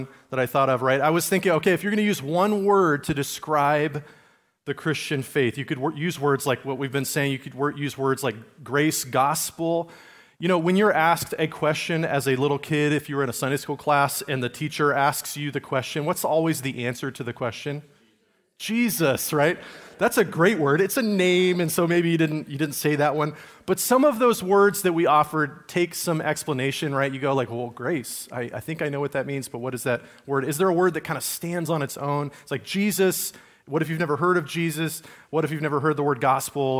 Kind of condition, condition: setting, large echoing room